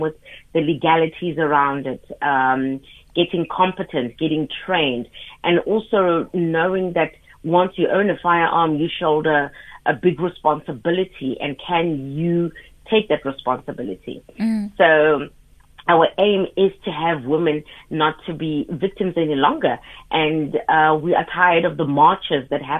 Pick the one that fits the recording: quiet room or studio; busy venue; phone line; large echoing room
phone line